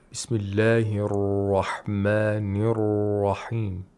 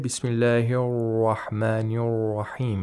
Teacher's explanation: You have to make sure that we have the tapping sound and the continuation of the ra, which is the dragging of the tongue backward toward the place of articulation of ya. · Shown in: first take